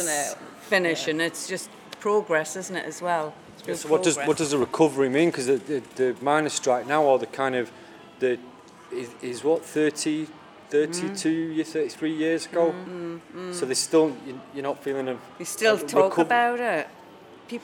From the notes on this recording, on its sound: We were invited by Woodhorn Museum near Ashington, Northumberland to deliver a session as part of the Northumberland Miner's Picnic. We recorded over 20 people on the day who attended the picnic and live in the area; young and old from 6 to 65.